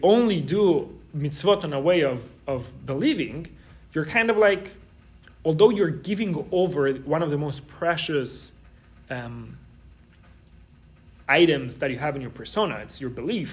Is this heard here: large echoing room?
yes